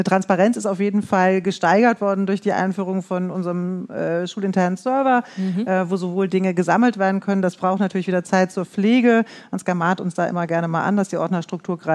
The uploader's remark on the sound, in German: Im Rahmen eines Live-Podcasts auf der Fachtagung „Dimension Digitalisierung – Digital unterwegs im Ganztag“